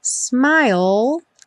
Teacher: Lembra que a gente termina o som dela com o L lá no céu da boca.